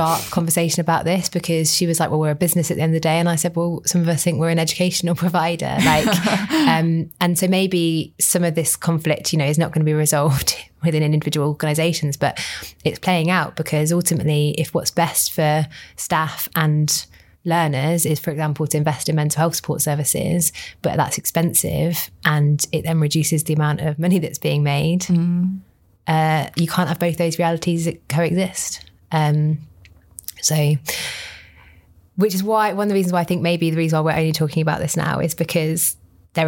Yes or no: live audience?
no